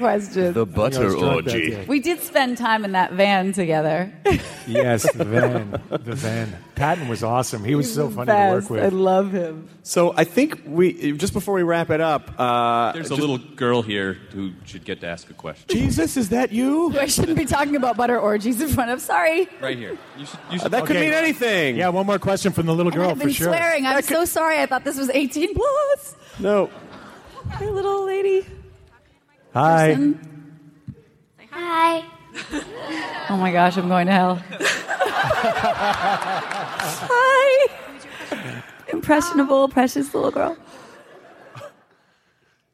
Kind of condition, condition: setting, busy venue